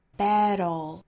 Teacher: 在美式发音里呢是 flap t 弹舌音再加舌侧音。所以呢应该带出一个 the 后头舌尖再去抵上齿音发舌侧音。Battle.